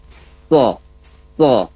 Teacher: huruf sol sama makhrajnya dengan huruf sin, jadi sa so sa so. Ya, tapi lidahnya ke atas sedikit